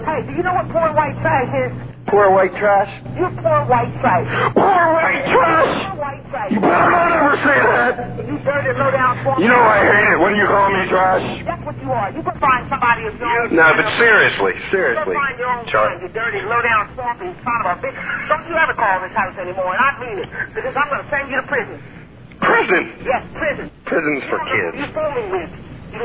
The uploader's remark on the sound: Prank Phone Calls